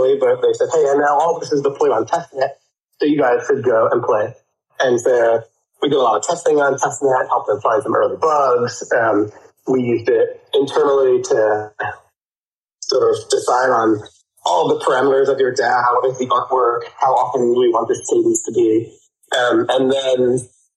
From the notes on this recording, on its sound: Recorded live on Shardeum Discord on 13th February, 3 PM UTC.